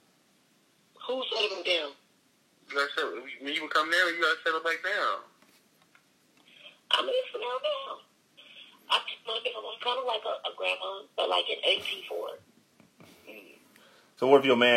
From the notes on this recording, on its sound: phone in episode